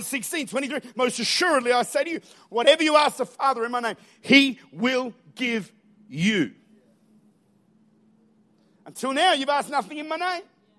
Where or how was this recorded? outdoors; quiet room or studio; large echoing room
large echoing room